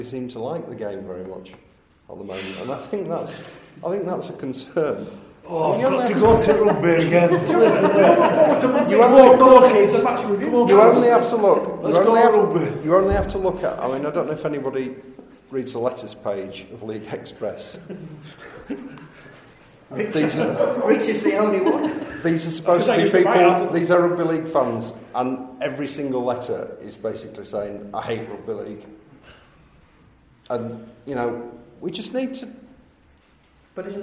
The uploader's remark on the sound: LIVE in Leeds. Kicking off our tour as part of the Rugby League World Cup Cultural Festival, we were live in front of an audience at Leeds Central Library.